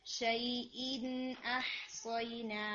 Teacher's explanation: फिर इसी तरह से आया 29 में जो वर्ड आ रहा है शईन अहसैना, यहाँ पर भी जो कसरा है उसको थोड़ी थोड़ा और बारीक करें और हमजा भी स्ट्रांग रखें